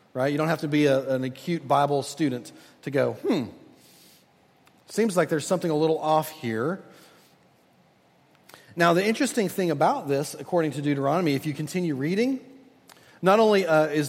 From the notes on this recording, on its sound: at Redeemer Presbyterian Church in Charleston, SC